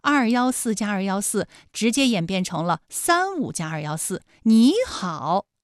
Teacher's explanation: 也就是214+214直接演变成了35+214 · Term: 三声的变调